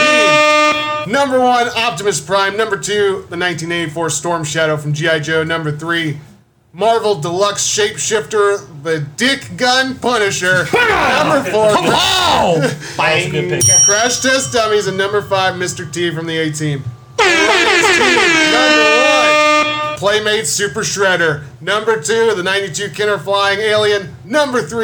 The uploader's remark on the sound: In beautiful downtown Bradenton. We got the largest draft group together in Drat Pod history with 6 active drafters and we did it all LIVE inside Tytan Comics.